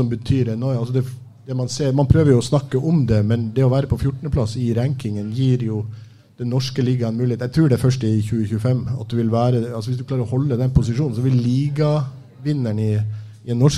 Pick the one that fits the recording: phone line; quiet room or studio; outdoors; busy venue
busy venue